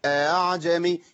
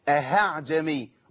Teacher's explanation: طبعا عند الامام حفص، حفص ينطق اعجمي بتسهيل الهمزه الثانيه قولا واحده، يعني عند الامام حفص تسهيل الهمزه الثانيه بين الهمزه واصل حركتها · Shown in: first take